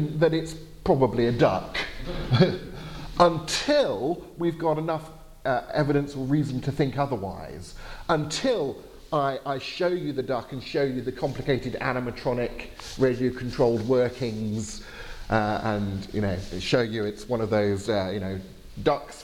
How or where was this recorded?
large echoing room